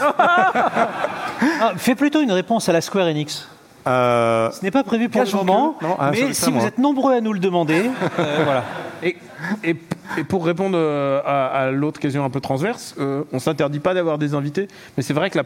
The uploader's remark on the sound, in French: En live depuis l'ESpot. Émission en public, enregistrée sur le plateau mirifique de l'ESpot Paris. L'occasion également d'interagir avec le public présent sur place pour une série de questions-réponses.